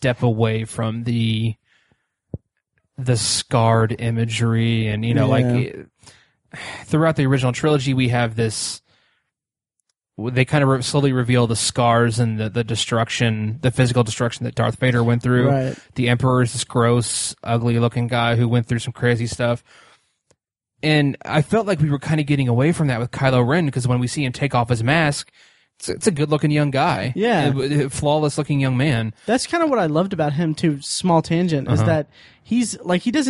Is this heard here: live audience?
no